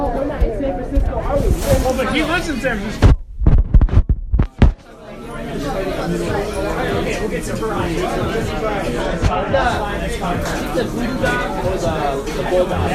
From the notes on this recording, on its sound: Sounds like a party & the file name places this on west Belmont in Chicago